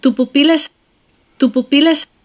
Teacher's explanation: tu pupilas, tu pupilas となっていますが、まずここで気をつけたいのは、tu のうが無声化して、tu pupila, tu pupila とならないように、または pupila の最初のぷのうが無声化して、tu pupila, tu pupila とならないようにしようということです。tupu、いずれのうもはっきりと声を出して発音してください。トゥプピーラス。そしてこれはちょっと別の問題ですが、プピーラの最後のラと次のエスという動詞はつながってライス、ライスという一つの音節になります。